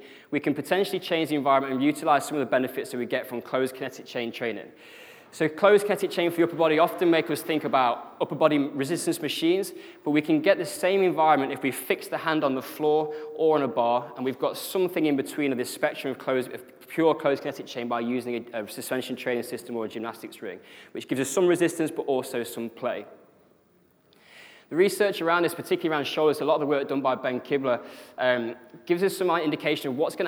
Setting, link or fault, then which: setting, live audience